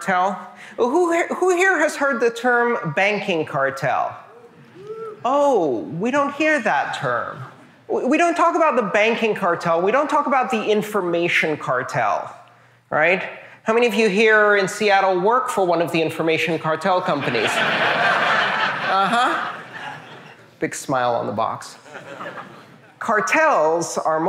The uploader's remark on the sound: This talk took place on November 10th 2018 as part of the 'Internet of Money' tour at the Edmonds Center for the Arts near Seattle, Washington.